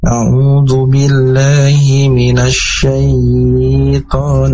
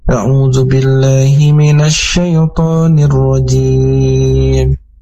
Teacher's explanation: Di kata syai itu tidak panjang · Shown in: second take · jadi tidak boleh syaiton.